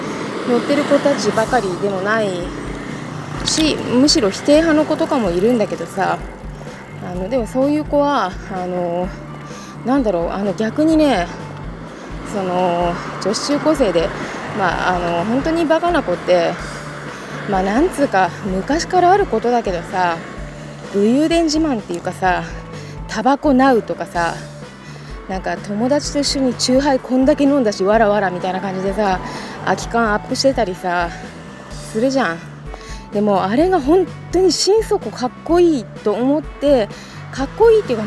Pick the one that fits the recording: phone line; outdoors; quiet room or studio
outdoors